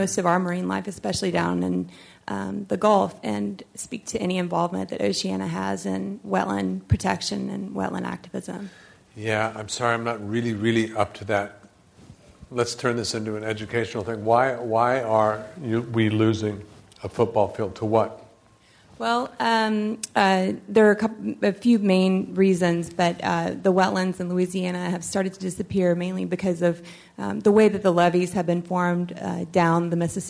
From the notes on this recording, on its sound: This program was recorded in front of a live audience at the Commonwealth Club of California, San Francisco.